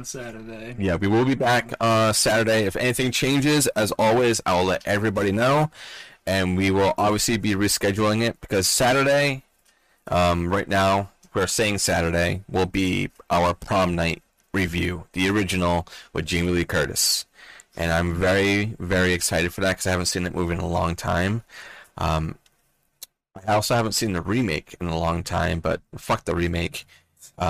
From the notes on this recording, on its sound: Sorry for the rough audio, the mix got very wacky after we ended!